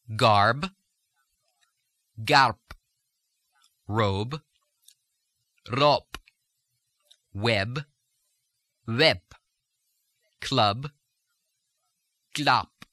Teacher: We look first at the plosives, the final and medial B changing to P